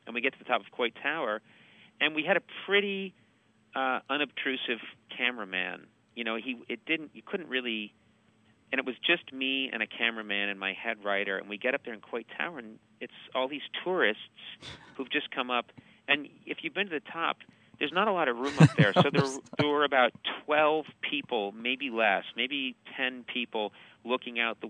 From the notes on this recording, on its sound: phoned up the TV Talk Machine